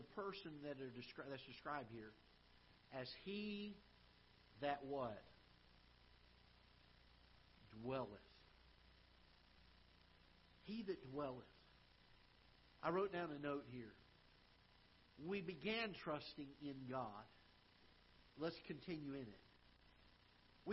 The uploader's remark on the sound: Ketha Heights Baptist Church ~ Live Broadcast